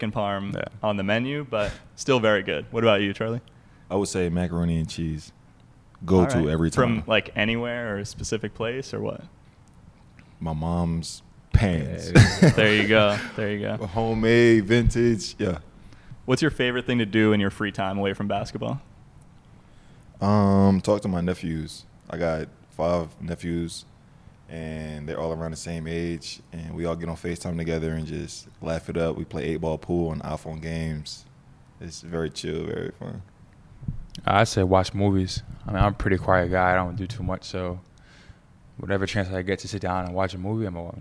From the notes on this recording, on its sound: live from the NBA 2K23 2022 Las Vegas Summer League